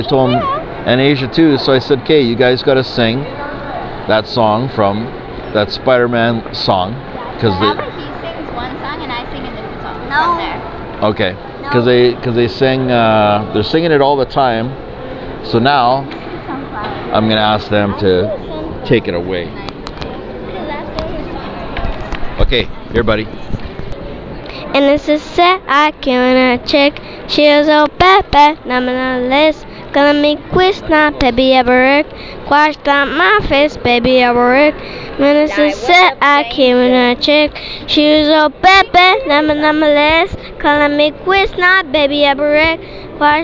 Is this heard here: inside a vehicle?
yes